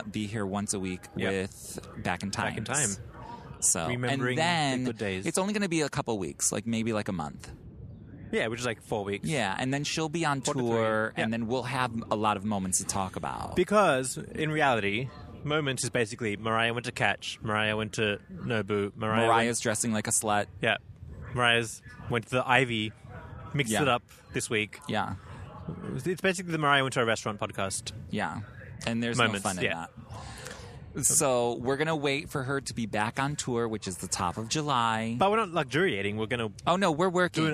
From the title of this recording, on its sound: Live from Central Park NYC